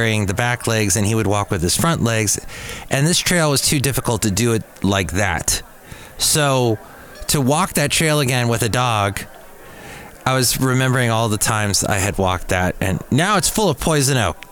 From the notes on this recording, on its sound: podcasts live from Café Anyway